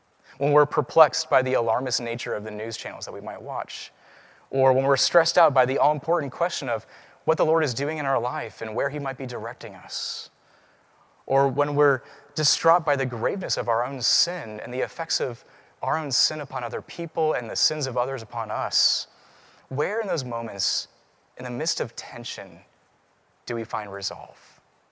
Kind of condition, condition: setting, large echoing room